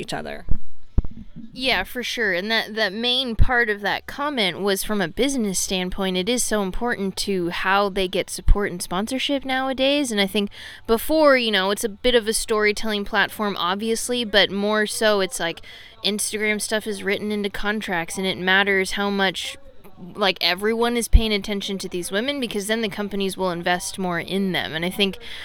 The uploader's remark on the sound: coming to us live from the Sea Otter Classic in Monterey, California